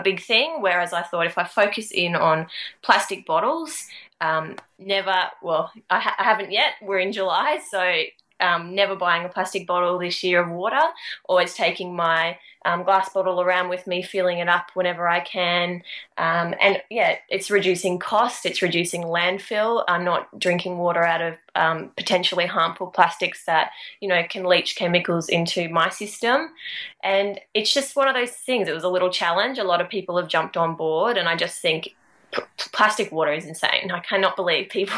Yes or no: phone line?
no